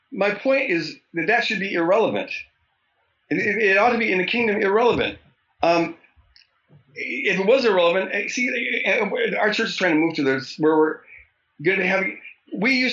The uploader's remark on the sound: We had some technical difficulties during the recording. The audio is not to our standards, but we felt the podcast was too good to throw away.